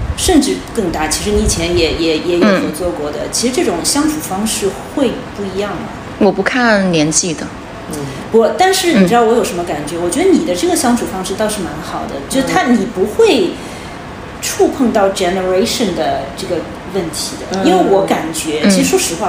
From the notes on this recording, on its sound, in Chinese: 希望这是渣音质的最后一期，大疆的小蜜蜂录出来的音质还比不上苹果手机，所以本期环境噪音略有点大，对音质敏感的同学不建议戴耳机收听。